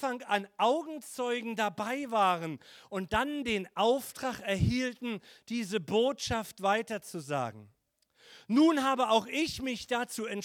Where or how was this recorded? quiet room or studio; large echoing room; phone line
large echoing room